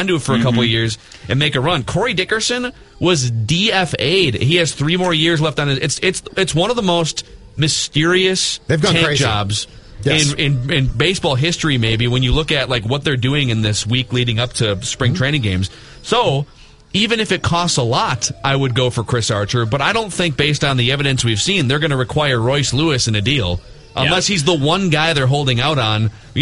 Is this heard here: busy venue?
yes